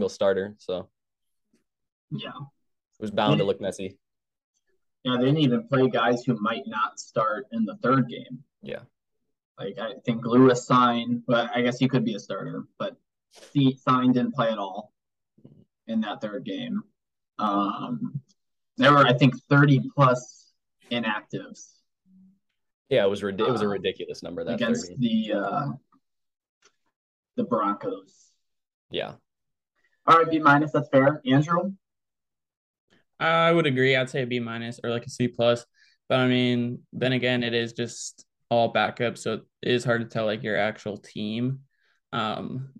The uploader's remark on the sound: First episode recorded via zoom.